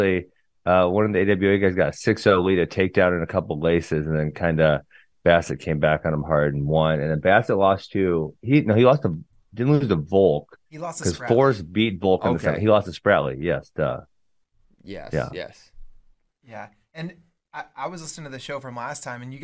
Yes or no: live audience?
no